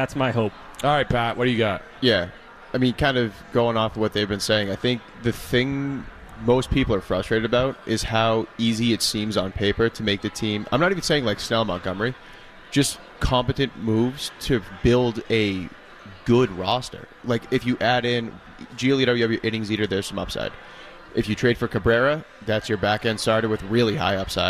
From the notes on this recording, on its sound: live at Winter Weekend